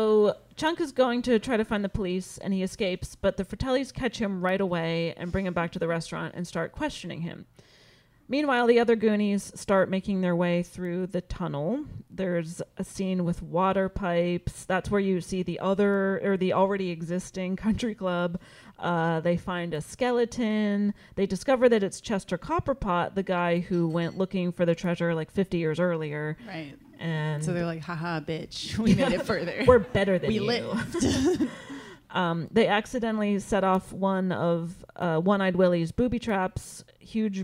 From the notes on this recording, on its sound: Recorded live in Portland at Curious Comedy Theater in February.